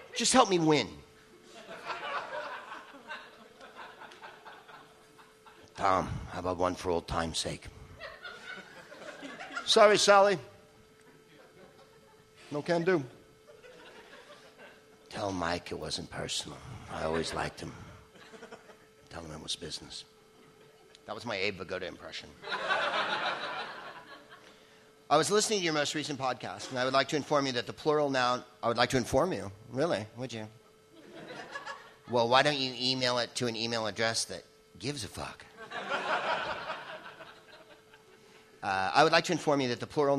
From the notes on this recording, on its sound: Live from the LA Podcast Festival